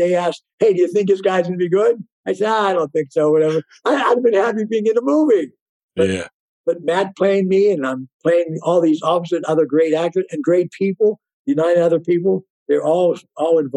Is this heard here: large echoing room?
no